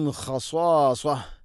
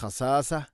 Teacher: സ്വാദ് സ്വരഭാരത്തിൽ ഉച്ചരിക്കേണ്ട ഇസ്തിഅല എൻ്റെ അക്ഷരമാണ്. · Shown in: first take